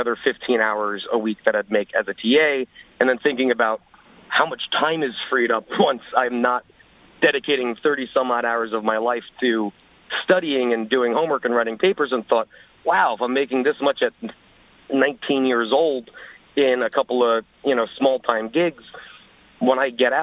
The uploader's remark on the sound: Our Student Loan Questions Live: Part One. Part one of our live call-in specials about student loan debt.